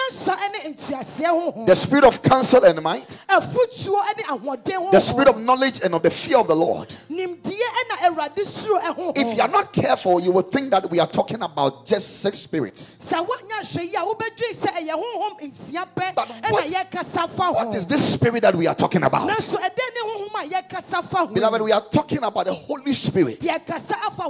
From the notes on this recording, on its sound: Preached at Spirit Expo Conference 2022.